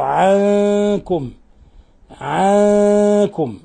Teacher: الغنة غنة الإخفاء الحقيقي